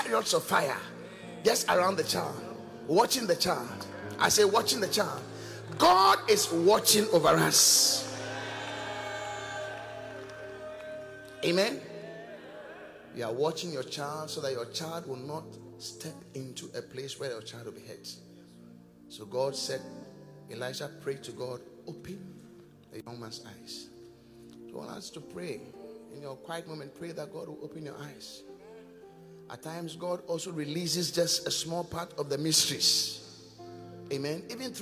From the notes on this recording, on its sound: Preached at The Qodesh